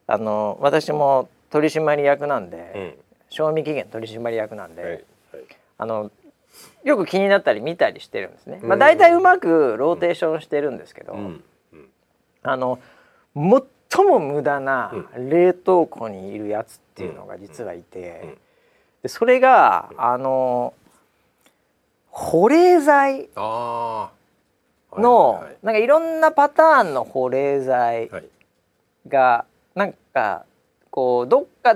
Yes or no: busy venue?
no